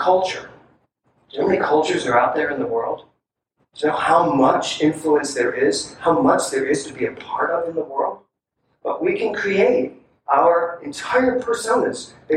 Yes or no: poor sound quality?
yes